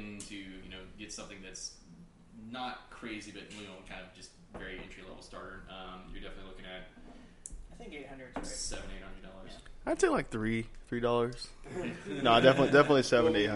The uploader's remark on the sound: This week the boys are live from Midway Craft House in Denton TX. Live 1 From Midway Craft House Denton TX.